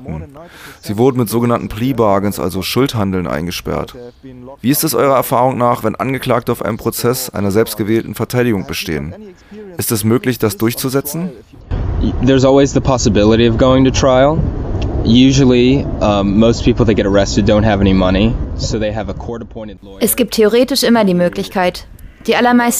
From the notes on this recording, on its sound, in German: Anfang Juni sprachen wir in Berlin am Rande eines Vortrages der Free Mumia Bewegung